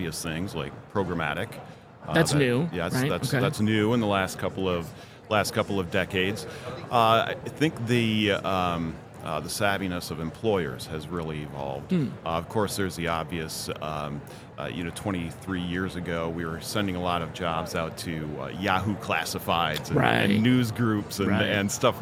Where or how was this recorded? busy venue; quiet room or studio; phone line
busy venue